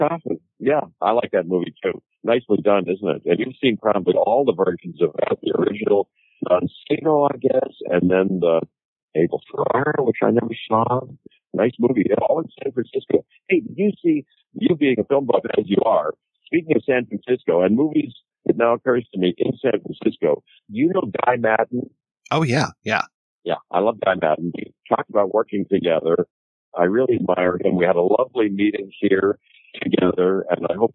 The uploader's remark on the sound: Be warned that the sound quality isn't great. I worked alone and with some audio folks to try and clean it up as best as possible.